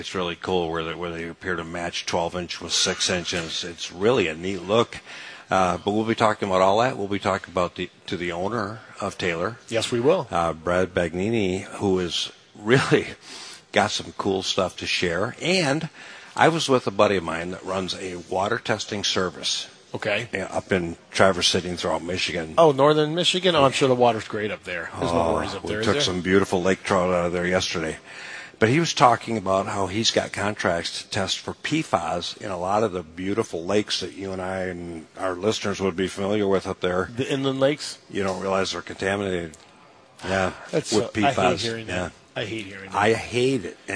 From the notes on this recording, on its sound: Live from Taylor Doors in Sterling Heights.